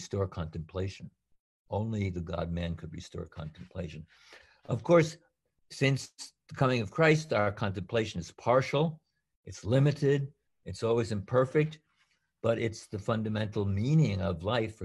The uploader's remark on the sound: A webinar recording from April 7, 2020